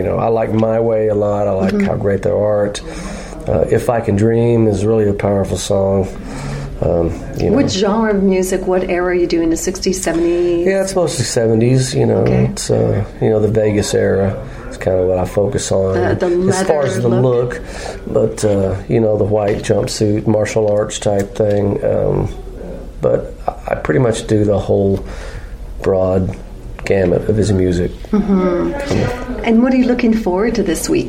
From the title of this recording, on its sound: Interviews from the Collingwood Elvis Festival 2016